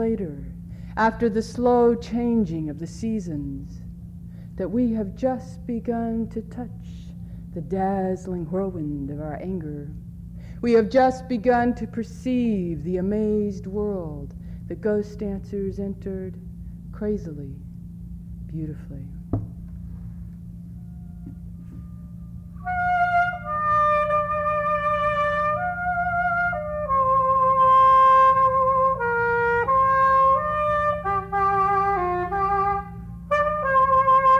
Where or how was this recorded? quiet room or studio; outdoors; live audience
live audience